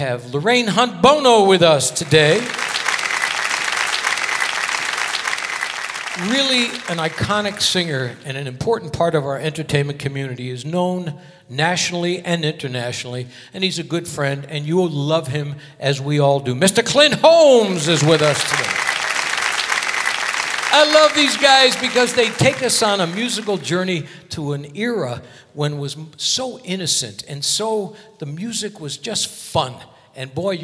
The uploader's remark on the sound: Live at the South Point Casino.